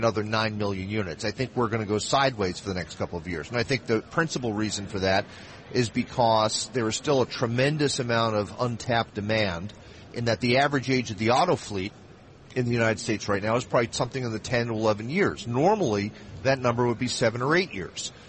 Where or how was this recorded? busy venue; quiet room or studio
busy venue